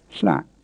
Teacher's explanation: tighten your throat to say it, and that gives it a slightly creaky quality